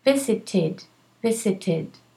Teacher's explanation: Visit ends in a T. A T is a dental. So the ED needs a vowel support, needs the support of a vowel, E, never A, E.